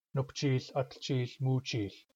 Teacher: You'll notice that the suffix chich, which is for counting days, has a week-long vowel, which is pronounced long only in a second syllable. So after the monosyllabic numbers 1, 2, and 4, we get a long vowel.